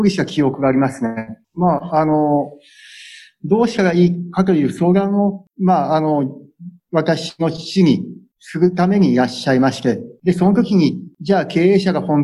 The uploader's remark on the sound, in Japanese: Zoom・オンラインでインタビューをさせて頂きました。